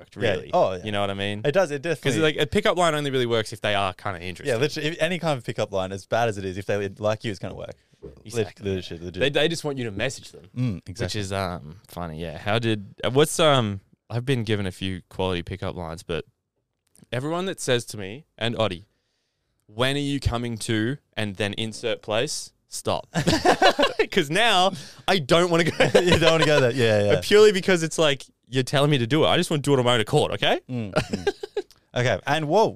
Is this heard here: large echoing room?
no